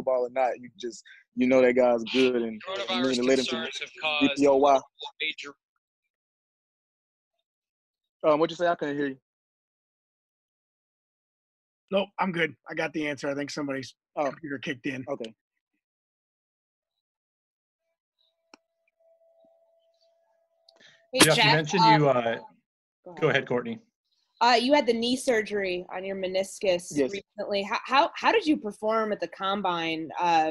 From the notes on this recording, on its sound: meets the Twin Cities media via a zoom call